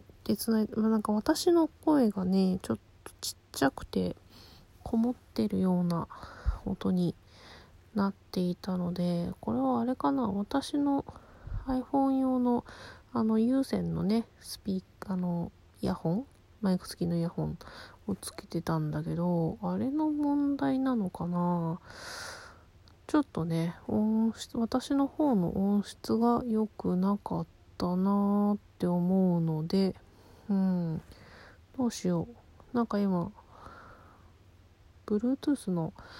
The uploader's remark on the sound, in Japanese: うつ伏せに寝っ転がって話しているので雑音が…ゲスト招待機能β版。